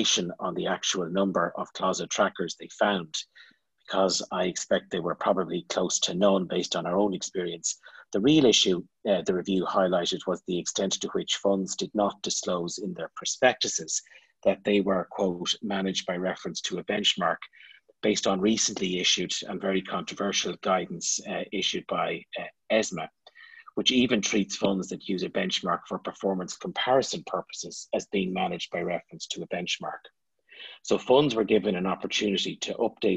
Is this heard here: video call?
yes